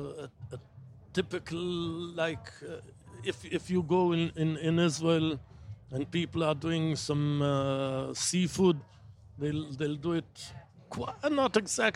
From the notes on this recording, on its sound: at Wilderness Festival, in Oxfordshire